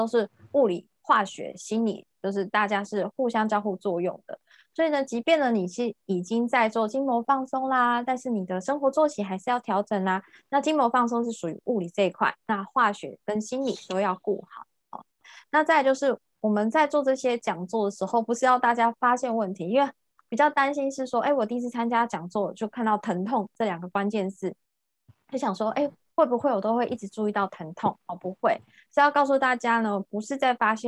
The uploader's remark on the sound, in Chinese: 聊聊好心芹ZOOM線上公益講座。